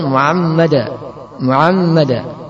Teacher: membuat ain pada ha sehingga ia ucapkan Muhammada